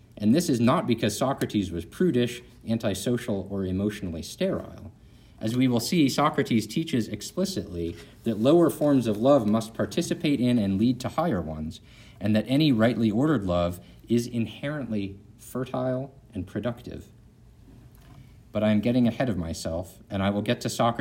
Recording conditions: large echoing room